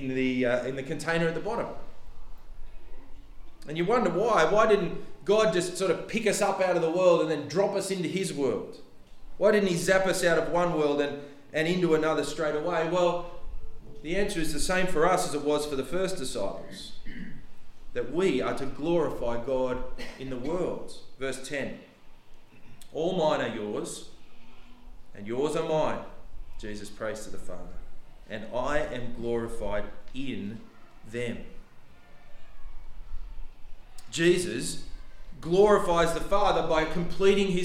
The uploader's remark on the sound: The sermon was preached on 26th November 2023 at all services of Helensburgh and Stanwell Park Anglican Church.